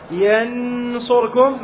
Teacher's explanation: ين هذه نون مظهرة ليست مخفى